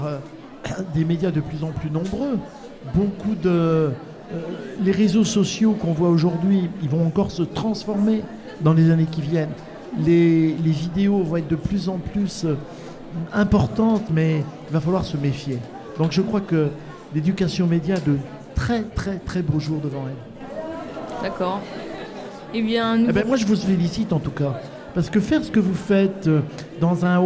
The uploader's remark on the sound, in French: Emission réalisée en direct et en public à l'occasion des 60 ans de l'académie de Reims.